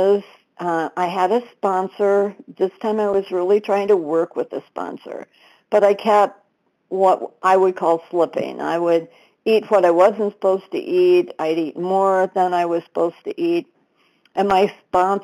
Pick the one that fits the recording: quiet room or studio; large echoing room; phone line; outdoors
phone line